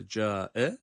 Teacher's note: Yani جَاءَت derken burada جَاءَ meddi muttasıldır. Meddi tabiinden daha çok uzatıyoruz